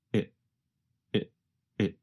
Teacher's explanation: the word it goes by so fast that it becomes very reduced to just a vowel sound plus a very fast held T